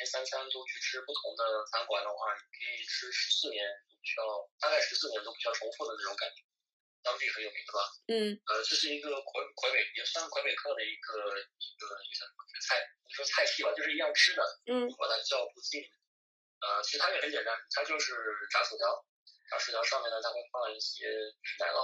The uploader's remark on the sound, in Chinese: 电话连线不可避免有杂音，见谅